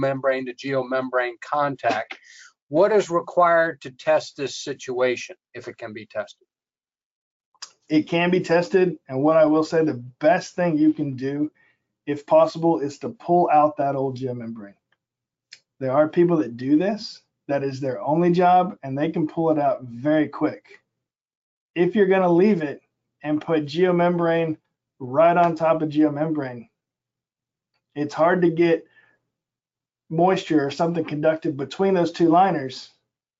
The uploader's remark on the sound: This is an audio version of the FGI webinar.